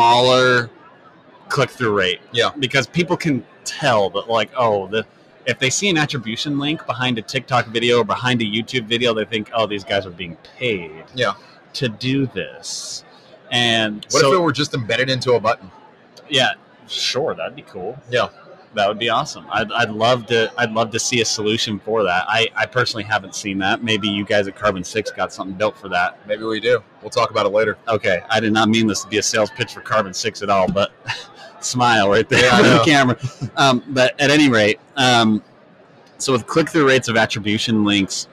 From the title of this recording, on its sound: Live at Prosper 2022